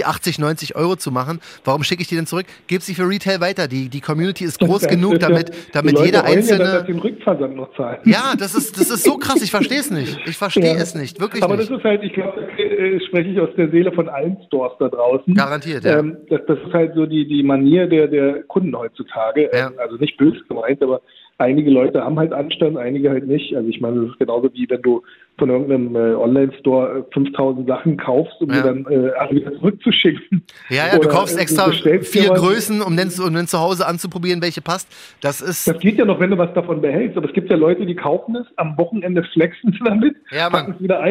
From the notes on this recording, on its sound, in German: Während der Corona-Krise praktizieren auch wir "Social Distancing". Per Telefon dazugeschaltet.